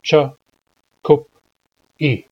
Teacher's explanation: Notice that there is a glottal stop in chakup E. So the syllables are cha, kup, E, not cha, kopi, but cha kopi.